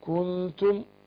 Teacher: برضو الإخفاء أنا أقول كنتم، ما أقولش كون كده بحط واو بعد الكاف، لكن أقول كنتم أضم بس الكاف اللي هو الضمة الطبيعية، لأنه بلغت في الضم وأشبعت الضم هديني واو، فأقول كنتم، لا أقول كنتم كنتم تستهزئون.